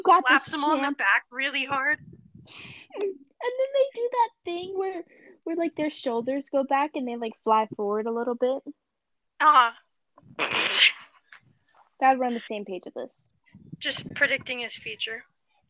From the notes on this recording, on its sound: thats sounds so bad